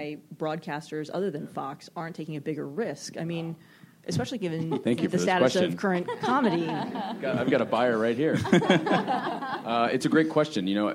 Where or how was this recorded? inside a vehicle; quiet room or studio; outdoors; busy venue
busy venue